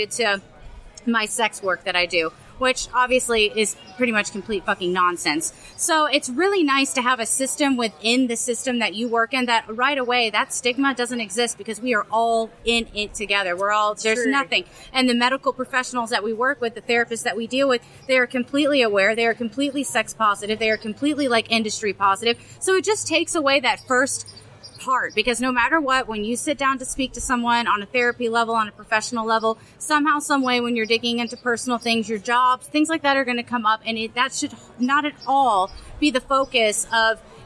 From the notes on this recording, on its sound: We’re on the ground live in Xbiz Miami talking to cam models, support groups and Young Swingers Week. Join in as we share interviews and audio clips on the ground at an adult industry event called Xbiz.